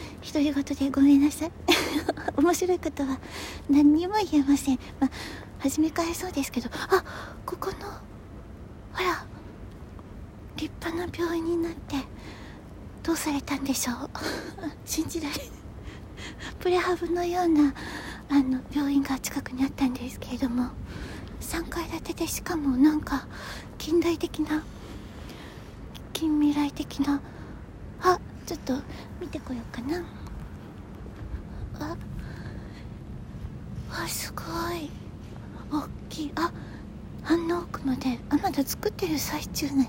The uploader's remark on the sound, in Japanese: 初めて外から収録風が強くて風の音。From Radiotalk。